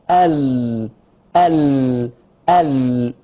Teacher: فالانحراف كان من الحافة وأنا أتلفظ باللام حتى اتصل بمخرج آخر واتصل بمخرج الطرف · Term: انحراف المخرج